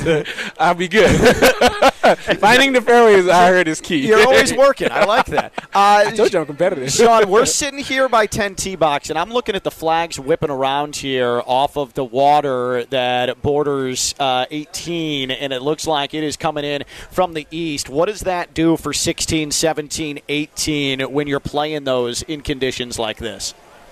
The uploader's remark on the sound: Live from the Honda Classic